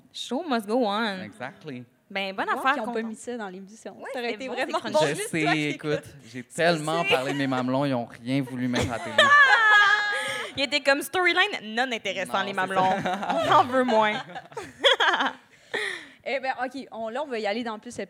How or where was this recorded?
live audience